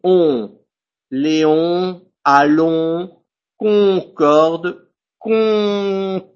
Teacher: On qu'on fait avec la bouche Et aussi labial, avec les lèvres, évidemment, je fais un rond, mais ça sort l'air par la bouche et par le nez. · Term: la nasale